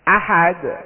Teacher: dia menjadi mantul karena berhenti dan jadi sukun · Term: kol-kolah